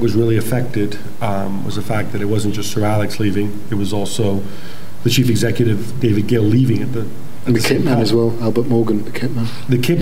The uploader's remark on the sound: Live from Manchester. Live from the National Football Museum.